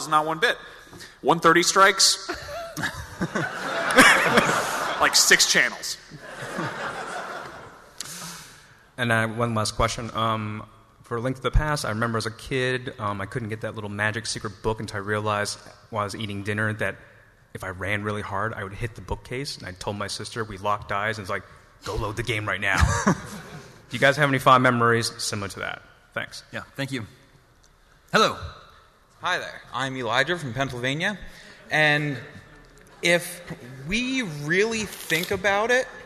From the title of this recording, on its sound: IGN's PAX East 2016 Panel